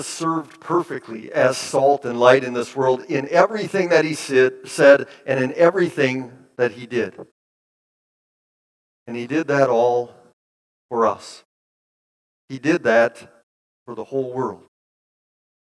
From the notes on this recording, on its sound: Bethany, Appleton, WI. Preached this sermon at Bethany's Sunday worship on February 5, 2023.